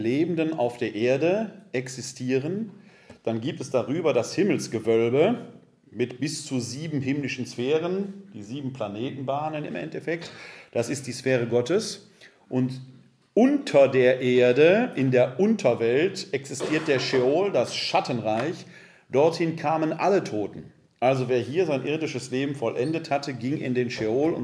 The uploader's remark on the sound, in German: In einem Vortrag vor dem ökumensichen Gesprächskreis Rott (Wuppertal-Unterbarmen). Wir präsentieren hier den Mitschnitt des Vortrages.